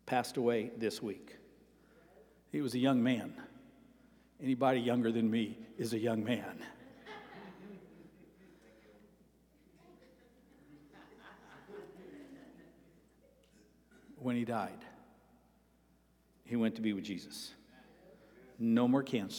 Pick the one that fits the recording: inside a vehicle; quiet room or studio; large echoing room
large echoing room